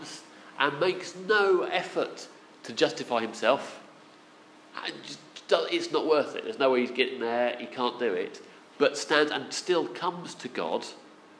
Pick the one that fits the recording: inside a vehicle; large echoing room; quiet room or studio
large echoing room